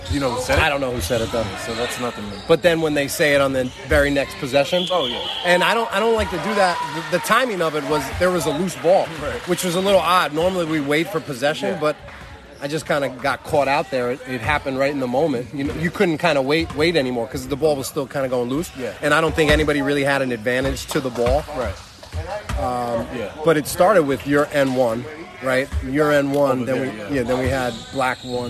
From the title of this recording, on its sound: Live from: InSports, Trumbull, CT